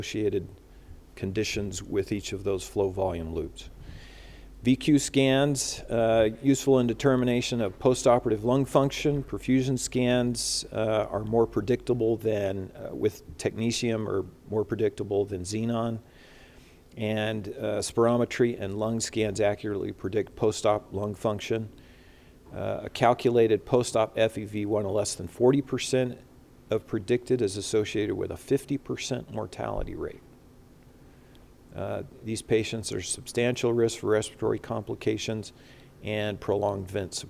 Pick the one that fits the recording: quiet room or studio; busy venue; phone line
busy venue